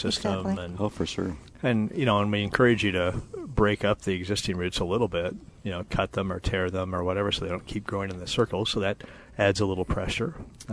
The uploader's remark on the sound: Live at Prairie Gardens